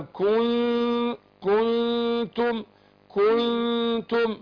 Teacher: ما أقولش كو دي اللي أنت قلتيها، كأنك حطيت واو بعد الكاف، ما أشبهش حركة ضم الكاف